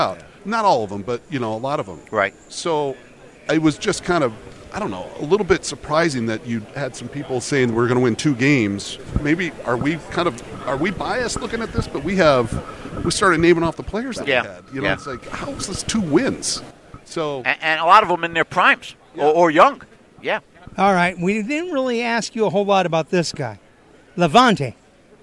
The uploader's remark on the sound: live at the NFL Scouting Combine